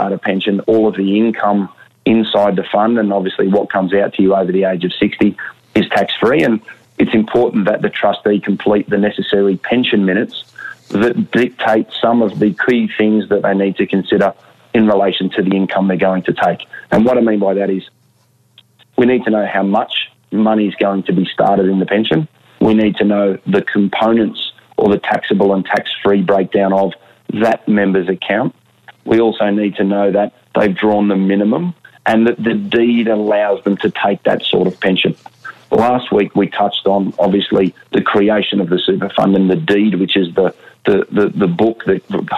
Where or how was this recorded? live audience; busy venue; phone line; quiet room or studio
phone line